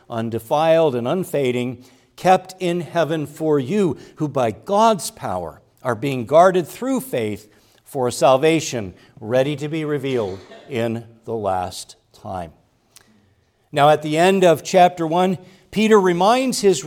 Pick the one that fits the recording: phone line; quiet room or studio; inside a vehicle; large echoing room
large echoing room